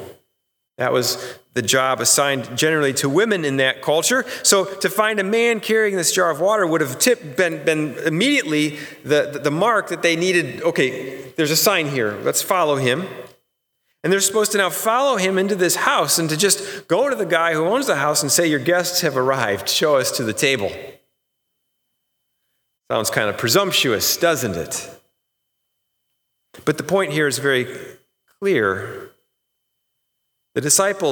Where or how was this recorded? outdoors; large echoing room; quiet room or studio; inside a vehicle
large echoing room